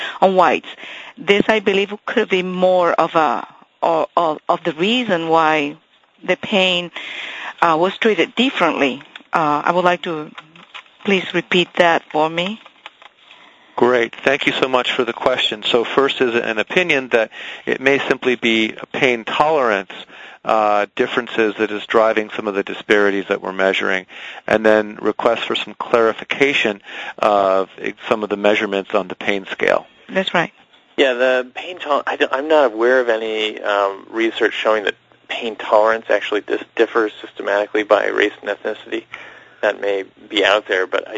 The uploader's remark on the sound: Author in the Room® Teleconference